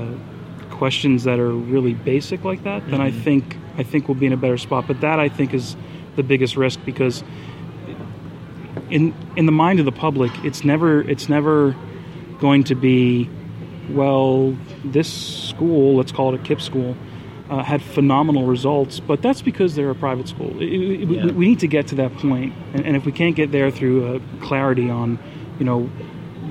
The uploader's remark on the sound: goes live at the National Charter Schools Conference in Austin, Texas